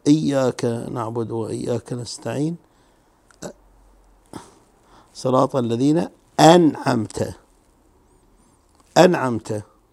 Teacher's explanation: إياك نعبد وإياك نستعين، صراط الذين أنعمت، أنعمت، هذا همزة قطع. فهمزة القطع في الفعل الرباعي سواء كان في أثناء الواصل أو أثناء الدرج يجب إبرازها